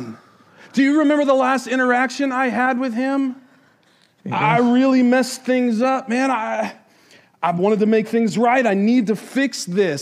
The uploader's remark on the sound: This was the message from the Easter At The Crossing services at The Crossing, DE in Milton, Delaware.